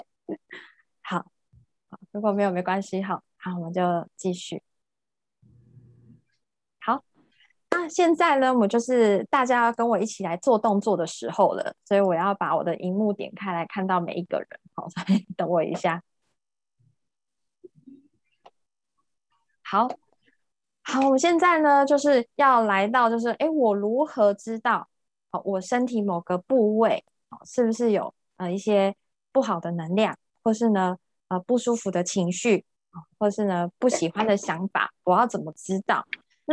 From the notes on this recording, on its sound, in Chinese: 聊聊好心芹ZOOM線上公益講座。